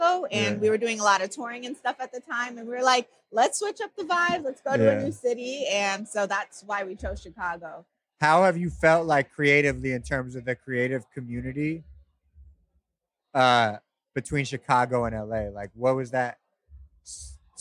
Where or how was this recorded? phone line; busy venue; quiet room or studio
busy venue